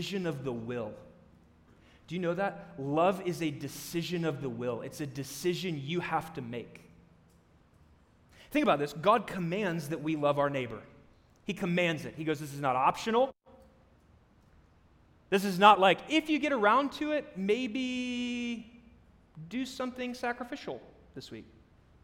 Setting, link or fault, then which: setting, large echoing room